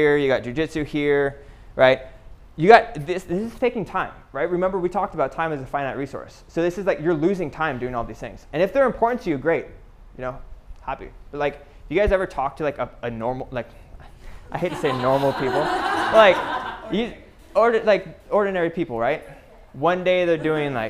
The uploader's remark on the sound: Live Lecture PTBI Retreat 2021